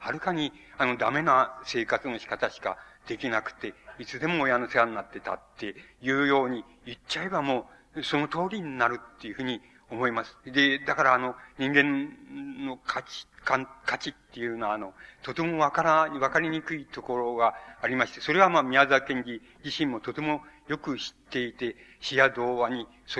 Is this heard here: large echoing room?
yes